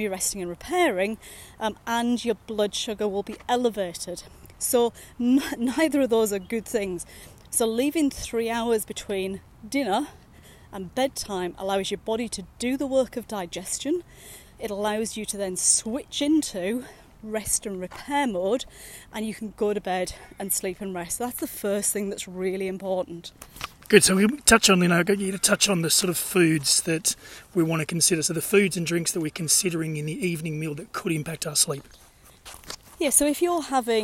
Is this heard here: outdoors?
yes